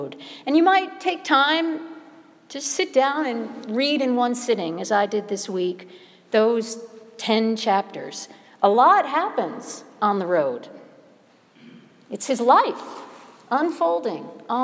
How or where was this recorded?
large echoing room